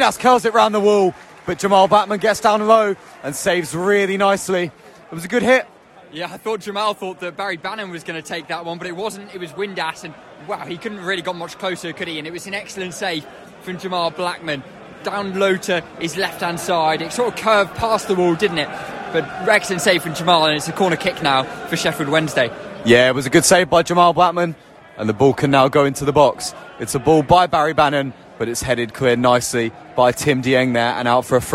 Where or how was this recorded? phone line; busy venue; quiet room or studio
busy venue